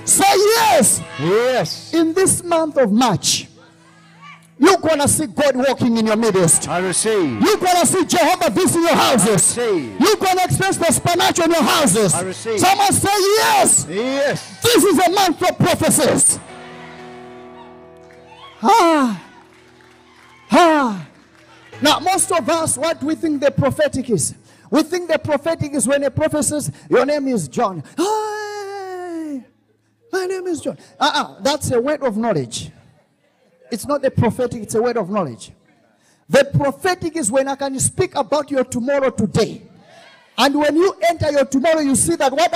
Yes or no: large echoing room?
yes